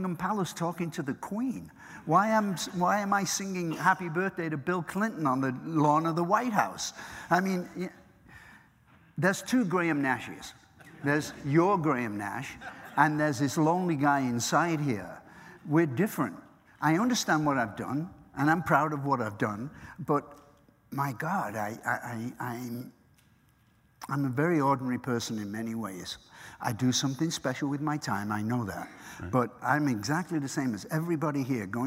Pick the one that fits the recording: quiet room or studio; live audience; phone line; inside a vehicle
live audience